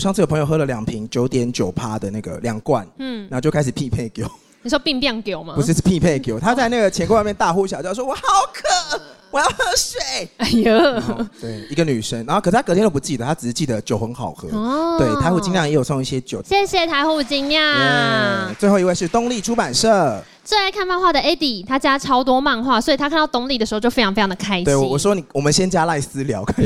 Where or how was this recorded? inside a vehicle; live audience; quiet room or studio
live audience